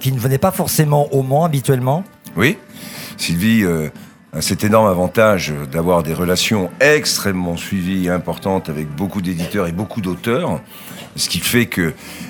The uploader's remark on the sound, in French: En direct du salon du livre dimanche 2 octobre 2022. Sur les radios de la FRAMA en direct du salon du livre.